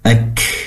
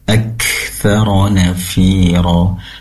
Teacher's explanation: pastikan kaf di sini disempurnakan juga sifat hamas yaitu dialirkan nafasnya, ak atau mengalir udara, aktsara nafira.